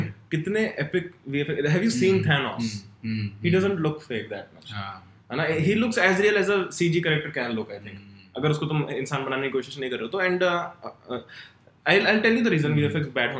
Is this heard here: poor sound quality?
yes